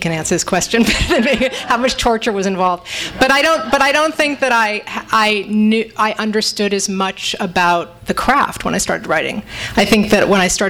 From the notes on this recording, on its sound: THIS EVENT WAS RECORDED LIVE AT SKYLIGHT BOOKS ON APRIL 6, 2013